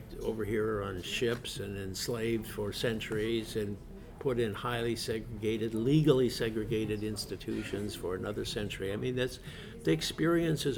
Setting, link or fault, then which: setting, busy venue